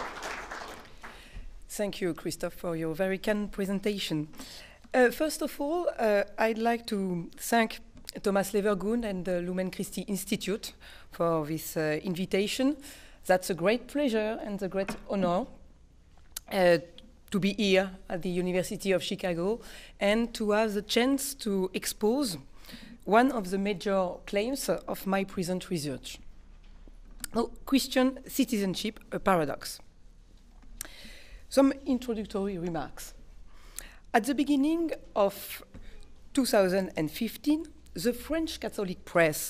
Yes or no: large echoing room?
yes